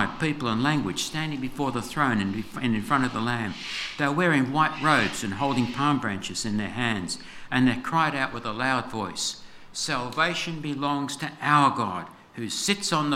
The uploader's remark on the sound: This sermon was preached on 25/02/24 at all services of Helensburgh and Stanwell Park Anglican Church.